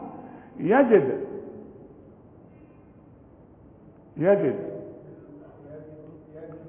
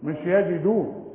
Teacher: يعني يجد بقلقل الدال مش اضمها · Shown in: first take